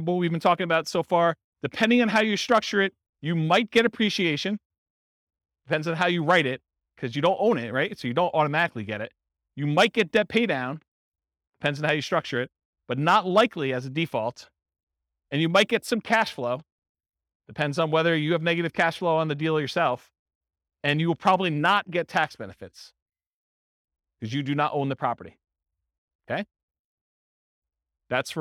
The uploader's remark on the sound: In Lansing, Michigan. This was a live class recorded to give investors a solid qualitative overview of all the different real estate investing strategies.